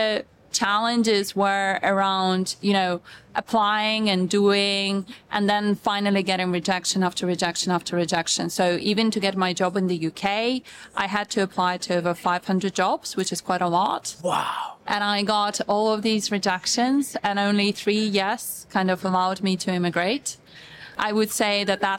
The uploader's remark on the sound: taped at Money 20/20 Europe in Amsterdam